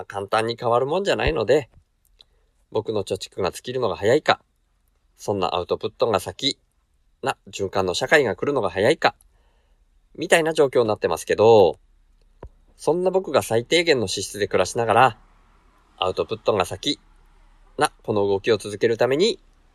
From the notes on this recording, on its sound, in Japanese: 車で下道だけで大阪行き初日～休憩中の車中で収録～。車を停めて休憩している時に収録しました。